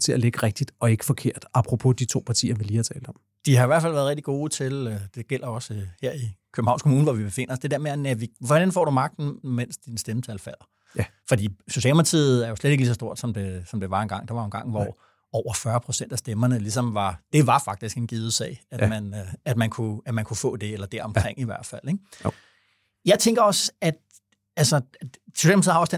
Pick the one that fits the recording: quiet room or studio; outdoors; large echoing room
quiet room or studio